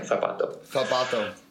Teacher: And the distinction to be made is all the Z's are going to sound like a TH · Term: distinción